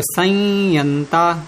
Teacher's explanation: को प्रसवण किया हमने, तो वही सानुनासिक यकार लाएंगे तो संयंता, थोड़ा रुक गए बस तो डबल यकार निकल गया